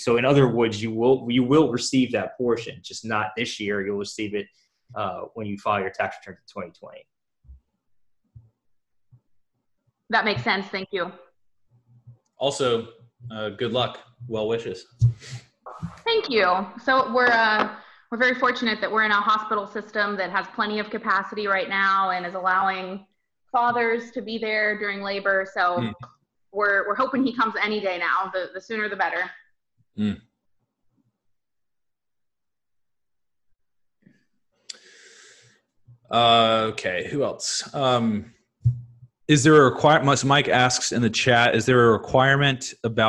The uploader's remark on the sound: This recording is from a webinar we held for members of our email list and the Cash Flow Community.